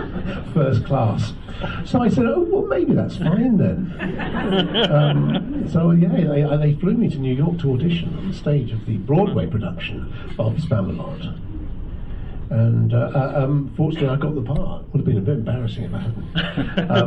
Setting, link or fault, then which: setting, busy venue